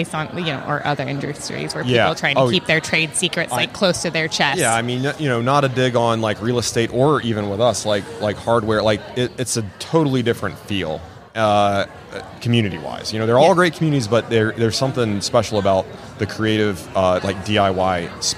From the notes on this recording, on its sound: in the Wall Control Booth LIVE at Haven Conference 2022